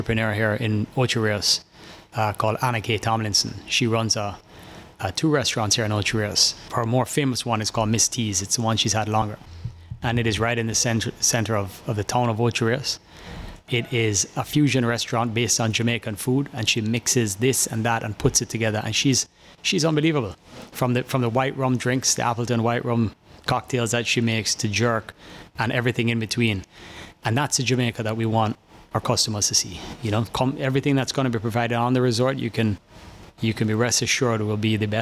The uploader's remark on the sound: Broadcasting live from Sandals Dunn's River.